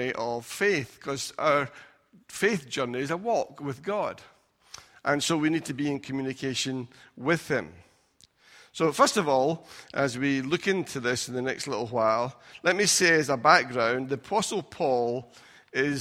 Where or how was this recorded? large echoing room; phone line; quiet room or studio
large echoing room